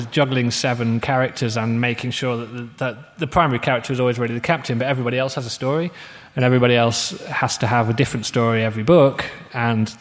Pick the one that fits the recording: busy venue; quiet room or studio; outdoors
busy venue